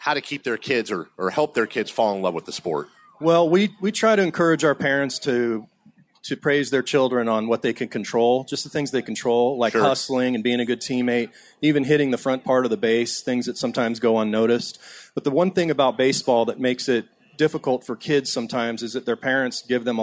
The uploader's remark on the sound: Live At Sports Fest